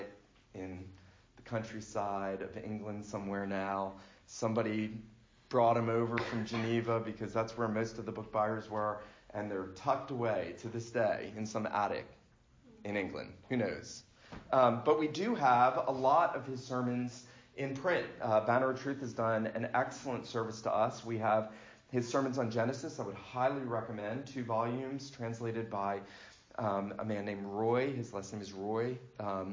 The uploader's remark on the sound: This lecture was given for Reformation Sunday at the First Presbyterian Church of Fort Oglethorpe, GA on Sunday morning, October 27, 2019.